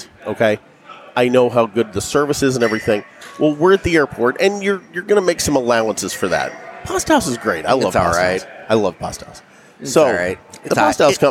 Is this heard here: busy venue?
yes